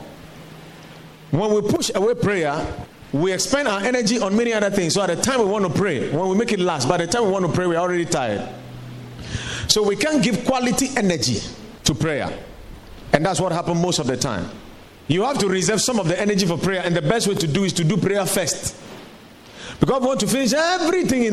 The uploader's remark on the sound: Preached at the Watered Garden Church.